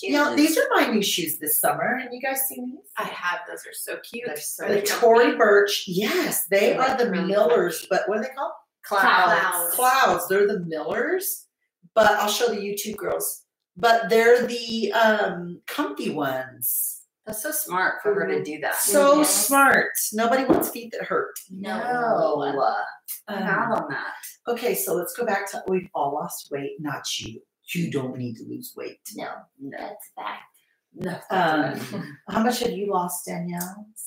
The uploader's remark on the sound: Unfortunately, we experienced some technical difficulties with our sound in this episode.